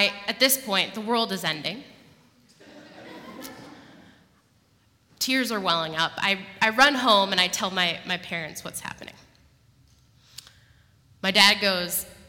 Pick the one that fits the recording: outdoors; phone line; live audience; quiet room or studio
live audience